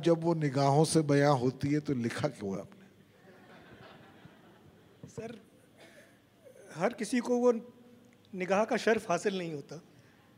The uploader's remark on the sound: This is a live session from Jaipur Lit Fest 2022.